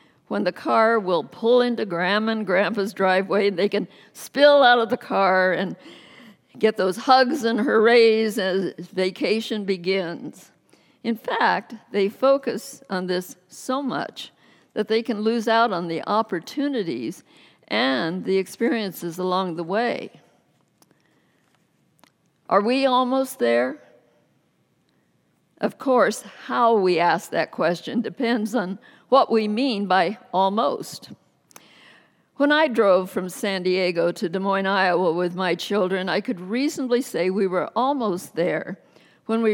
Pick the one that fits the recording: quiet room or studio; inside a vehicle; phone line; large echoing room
large echoing room